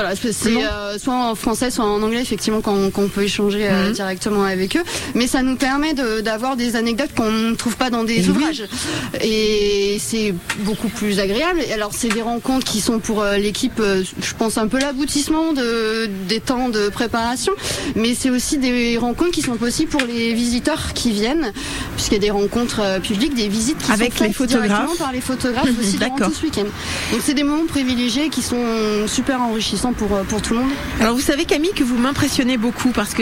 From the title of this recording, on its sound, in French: En direct de La Gacilly pour le festival photo édition 2023